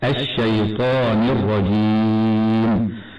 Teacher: والياء في كلمة الرجيم عند الوقف على هذه الكلمة تمد من قبيل المد العارض للسكون الجائز، وفيه القصر بمقدار حركتين هكذا من شيطان الرجيم، وفيه التوسط بمقدار أربع حركات هكذا الشيطان الرجيم، وفيه الإشباع بمقدار ست حركات هكذا الرجيم.